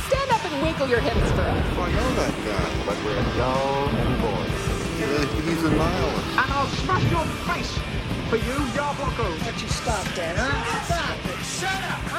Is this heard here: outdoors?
yes